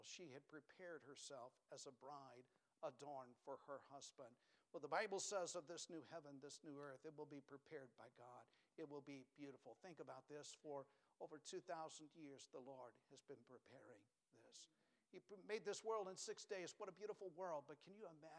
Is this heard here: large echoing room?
yes